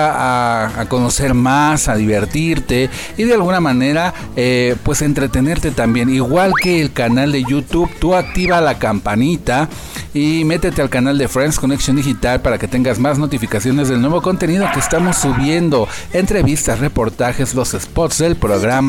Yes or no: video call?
no